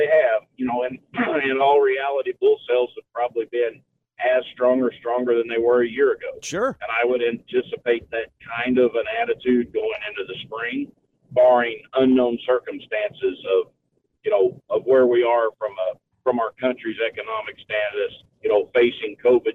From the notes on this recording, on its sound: We even have listeners call in and give their reports.